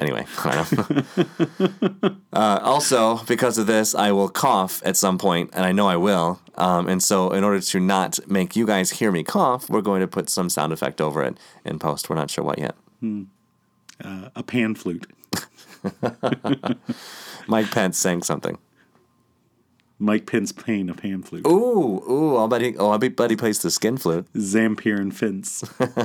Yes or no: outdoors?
no